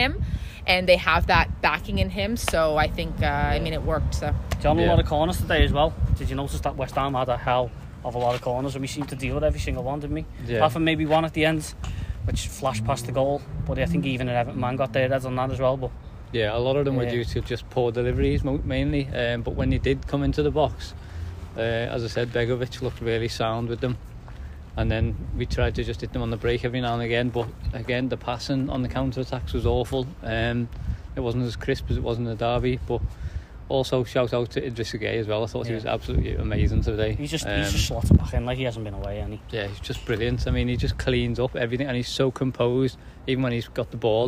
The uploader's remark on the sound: Immediate thoughts outside Goodison Park.